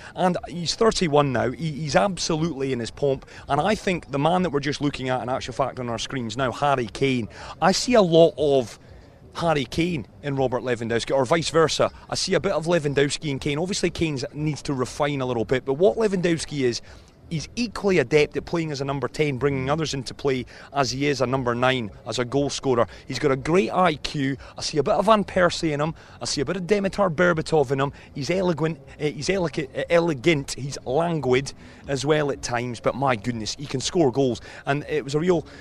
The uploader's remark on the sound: From our original home, Barasti